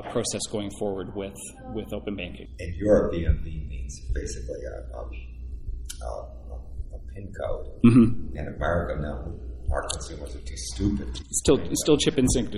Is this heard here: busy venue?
yes